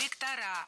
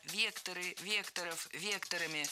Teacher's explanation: Всегда ударяем «е» в первом слоге. · Shown in: second take